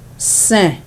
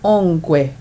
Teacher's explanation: It's a nasalized sound, as in sen, three.